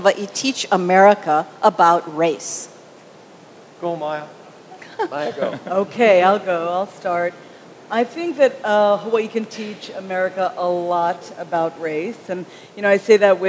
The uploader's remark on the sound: At the Kaka‘ako Agora in Honolulu, a panel